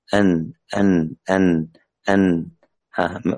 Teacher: طرف اللسان مع ما يحاذيه من اللثة العليا ويخرج منه النون